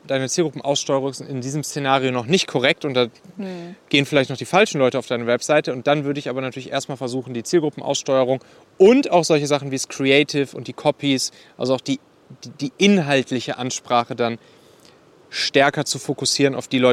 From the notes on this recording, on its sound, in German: Aufgenommen am Strand in Lettland.